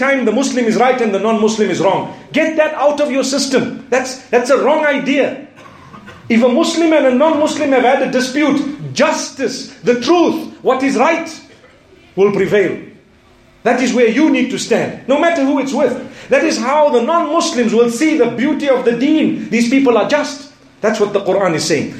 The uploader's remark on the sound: Jumu&#8217;ah Lecture from Bosmont Masjid